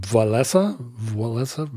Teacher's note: I guess in Polish, that E has a nasal thing on it. · Term: nasal sound